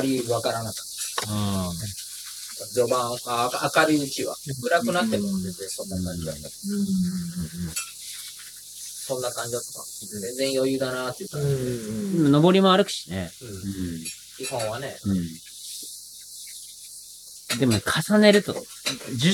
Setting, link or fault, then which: fault, background noise